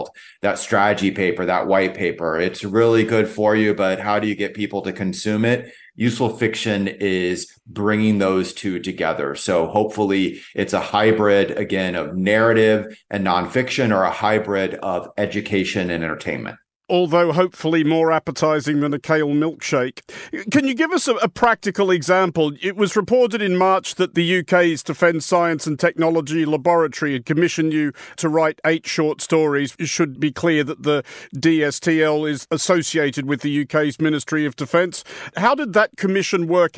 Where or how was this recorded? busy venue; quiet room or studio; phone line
quiet room or studio